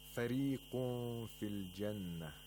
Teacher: The ra of فريق is pronounced with tarqiq again because it has a kasra. Okay, even Warsh pronounces it with tarqiq, not tafkhim.